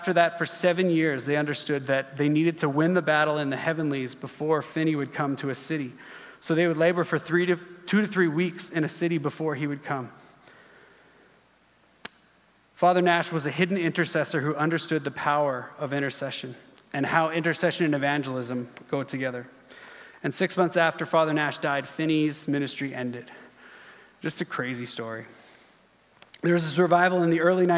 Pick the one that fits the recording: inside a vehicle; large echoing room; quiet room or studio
large echoing room